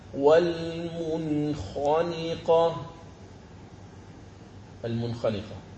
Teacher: ثم الحرف الأخير هو حرف الخاء، نحو قوله تعالى: والمنخنقة، المنخنقة، نون ساكنة بعدها حرف الخاء، فنظهر النون الساكنة ولا نخفيها عند الخاء